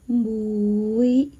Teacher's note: 每不是闭唇音，我听到很多朋友把“每”发成了闭唇音，每结束的时候，嘴巴是自然松弛。